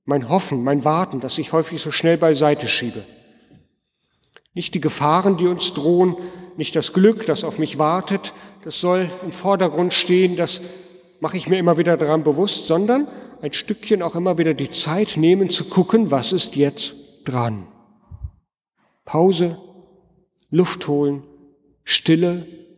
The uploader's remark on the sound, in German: Predigt am Altjahrsabend in der Martin-Luther-Kirche, Detmold